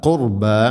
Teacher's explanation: വദിൽ ഖുർബ വസിൽ എന്നല്ല വദിൽ വദിൽ ഖുർബ ഖുർ റാഇനെ ഉച്ചരിക്കുമ്പോൾ കനപ്പിച്ച് ഉച്ചരിക്കണം